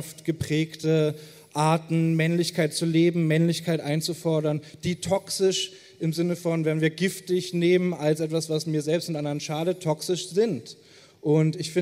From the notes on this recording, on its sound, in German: mit Gästen beim Podcastfestival im Hamburg diskutiert